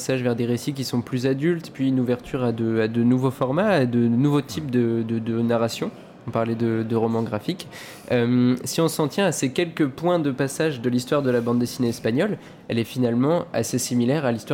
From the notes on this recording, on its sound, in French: Un entretien enregistré dans le cadre du festival SoBD - Toute la bande dessinée au cœur de Paris.